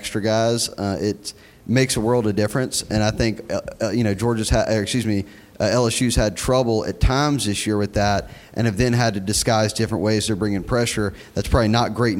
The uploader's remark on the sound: In front of a live audience in Pandora's elegant studios in Midtown Atlanta.